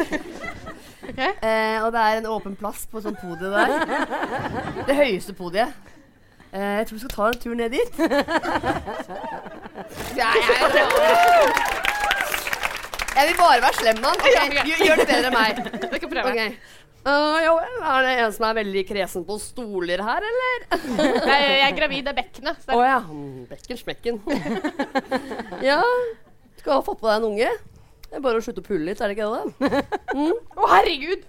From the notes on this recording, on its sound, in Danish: Live fra Nieu Scene. Her er del to av livepodden vi hadde forrige uke.